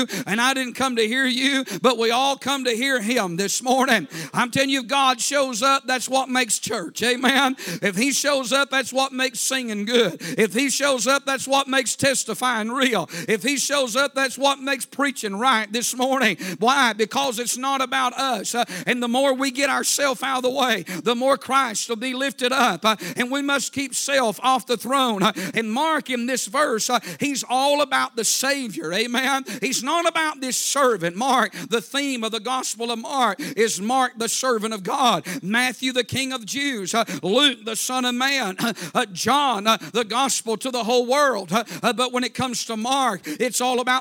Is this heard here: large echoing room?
yes